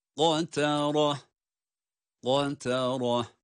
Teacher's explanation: Kaf kalın. Yine ra'da kalın.